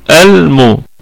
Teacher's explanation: قلنا هذه اللام مظهرة لأن حرف الميم في الإظهار